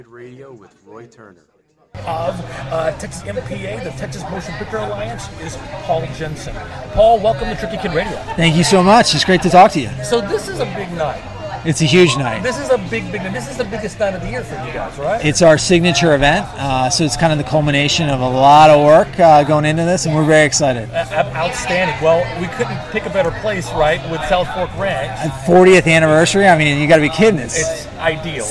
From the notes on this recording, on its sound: From the 3rd Annual TXMPA Impact Awards from Southfork Ranch outside Dallas, TX